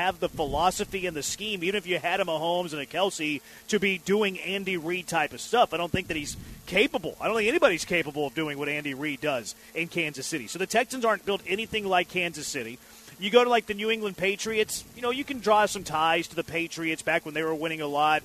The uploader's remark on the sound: LIVE from Drift Bar in the Heights!